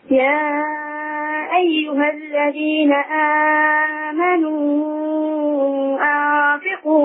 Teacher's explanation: الواو تمد ست حركات